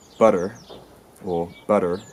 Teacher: the T will turn into an alveolar tap · Term: T tapping or flapping